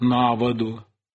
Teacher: в винительном падеже «воду» было циркумфлексовое ударение первого слога, и оно переносилось на предлог